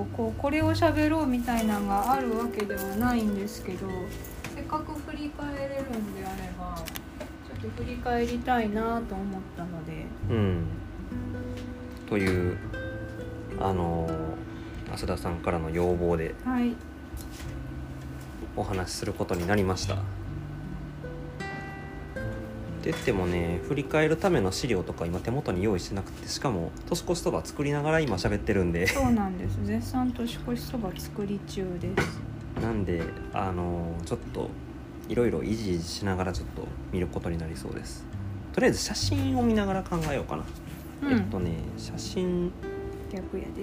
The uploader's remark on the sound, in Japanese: 年越しそばを作りながらの収録なので、物音が多いです